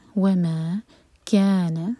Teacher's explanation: نون کو ایک حرکہ کھینچنا ہے، لمبا نہیں ہونے دینا